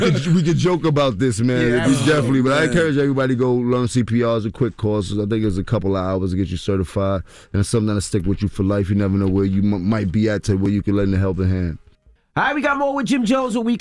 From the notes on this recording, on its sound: We opened the phone lines to see if any of our listeners would donate a kidney to their significant other if needed to.